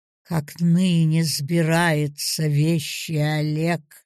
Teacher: Амфибрахии – ударение на средний слог.